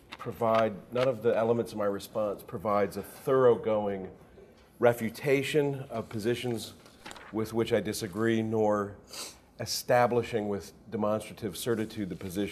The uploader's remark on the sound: This Panel Discussion was part of the Science and Faith Lecture Series at Franciscan University of Steubenville.